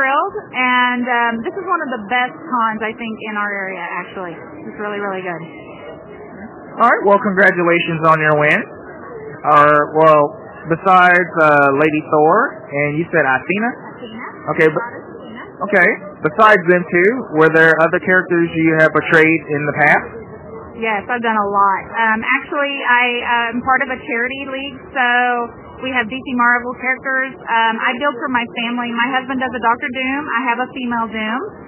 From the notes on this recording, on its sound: This episode was recorded at Planet Comic Con in Kansas City, MO, April 30, 2017, day 3. I did a brief interview.